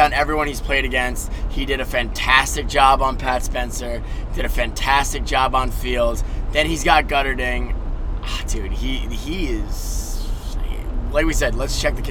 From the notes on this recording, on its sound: The boys hit the mics on the car ride home from Gillette